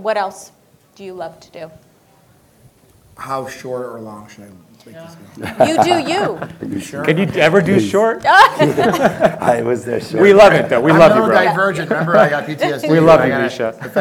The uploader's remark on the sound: LIVE Panel Discussion From BioHacking Congress. I shared my live keynote lecture from a recent event in Miami, Florida called Biohacking Congress.